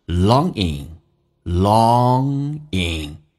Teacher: Long 首先第一个长鼻音是后鼻音叫 long，后面呢 ing 形式口语化当中可以发成前鼻音，所以有后鼻音到前鼻音的一个切换